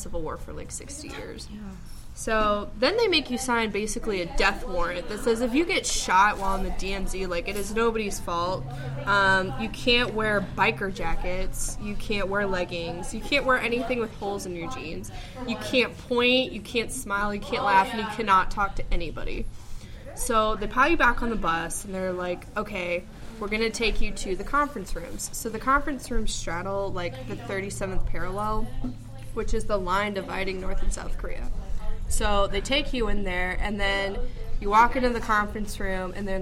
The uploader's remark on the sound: took to the streets of Bloomington and asked people one question